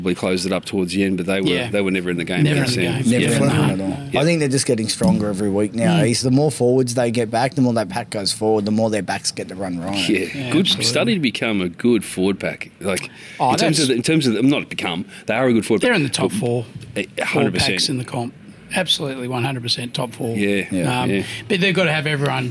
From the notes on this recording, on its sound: BTFU is filmed and recorded at The Village Inn Paddington.